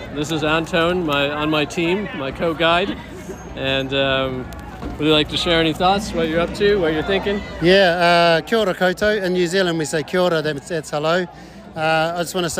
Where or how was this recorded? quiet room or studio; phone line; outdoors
outdoors